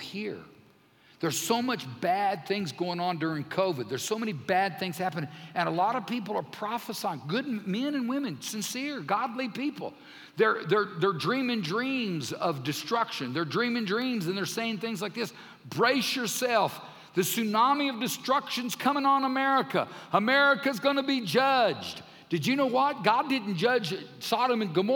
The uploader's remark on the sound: Recorded live during our Sunday service on 07-13-2020